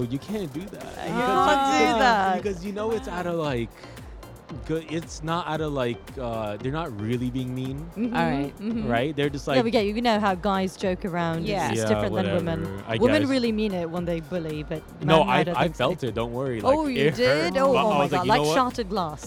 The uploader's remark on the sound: Live from SIBF 2023